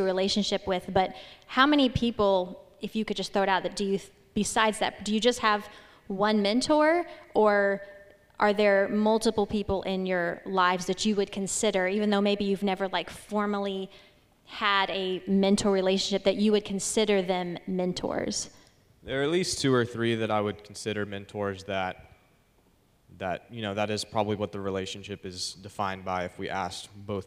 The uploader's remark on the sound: This message was presented live on May 3rd 2022. At Legacy Church in Hutto, TX.